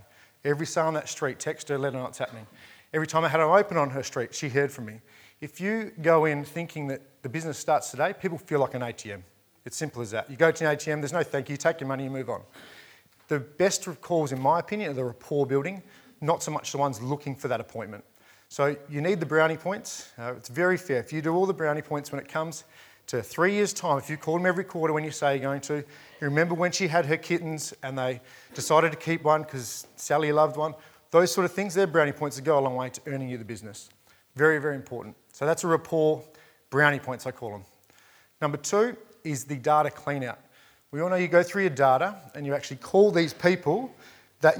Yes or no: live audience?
yes